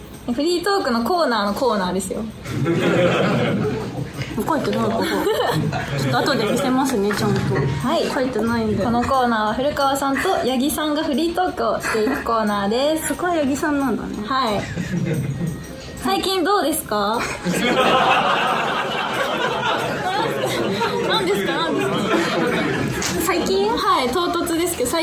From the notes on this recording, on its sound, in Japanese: 番組初となる公開収録です